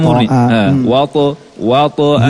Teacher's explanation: Jadi ta-nya tanpa ada dorongan nafas gitu. Yang kedua tidak ada tambahan hamzah.